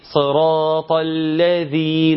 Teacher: نعم لازم تطلع لسانك في الذال علشان يكتمل، علشان الحرف يكون مكتمل ويكون خد الصفات بتاعته وخرج من المخرج السليم بتاعه.